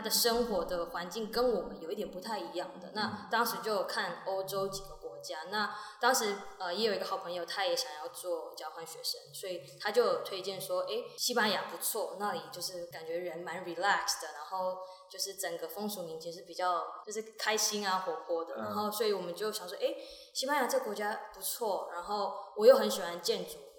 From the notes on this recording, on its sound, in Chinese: 本集收音不佳，有些回音，請見諒！